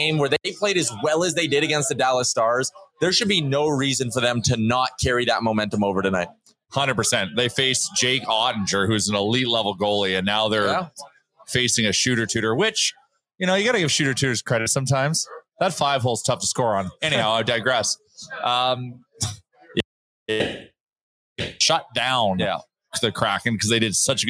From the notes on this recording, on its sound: Live from The Nation Network 15th Birthday Party. Will be live from The Pint Downtown for the Nation Network 15th Birthday Party.